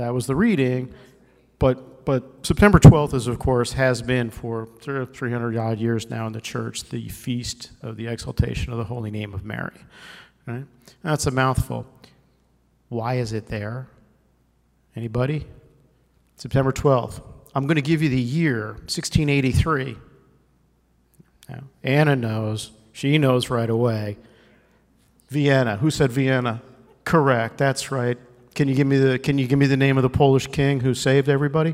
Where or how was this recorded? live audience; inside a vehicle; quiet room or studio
live audience